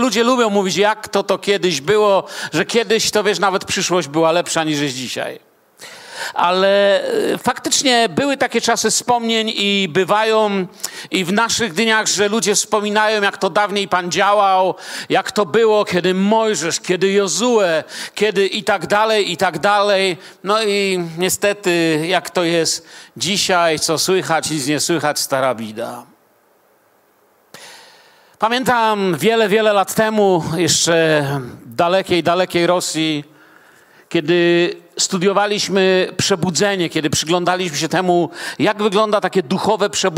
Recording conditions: large echoing room